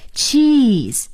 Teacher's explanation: 说 cheese 的时候啊，这是长音的 e，咱们的嘴呢要向两边咧